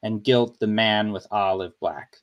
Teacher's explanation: And then the man is stressed with olive black. So olive, the first syllable of olive is stressed, and then black is stressed · Term: iambic